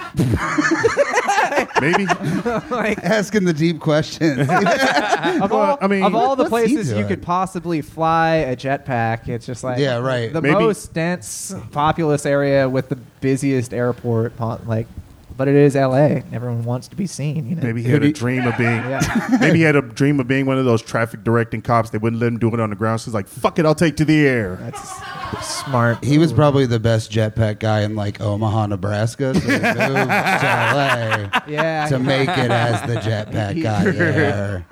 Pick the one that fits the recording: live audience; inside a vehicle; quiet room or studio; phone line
live audience